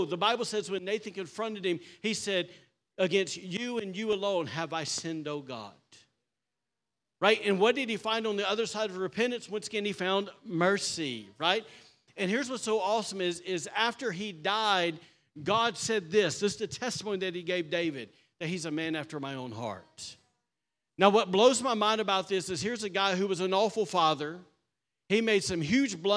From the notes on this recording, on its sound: was recorded on Sunday, October 22nd, 2023, during service at The Anchor Church in Rockport, Maine.